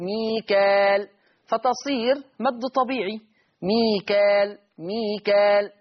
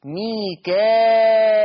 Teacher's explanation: بالألف المادية من غير همزة بعدها، يعني ما فيش همزة بعد الألف · Shown in: first take · ميكال، فتصير مد طبيعي، ميكال ميكال مد طبيعي.